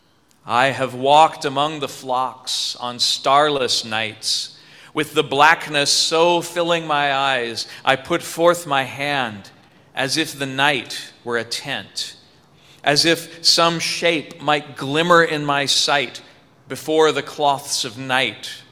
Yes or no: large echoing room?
yes